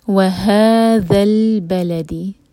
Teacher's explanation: ہا مد تبعی دو حرکہ لمبا، اور ذیل کے لیے ہماری زبان اوپر والے دانت پر ٹچ کرے گی اور تھوڑی سی ٹپ باہر ہوگی.